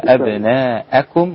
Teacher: الهمزة عليها فتحة وليس ضمة